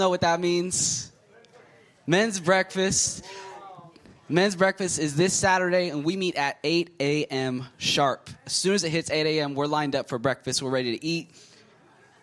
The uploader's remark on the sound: from the Sunday service on May 28, 2023 at Harvest Bible Church in Stockton, CA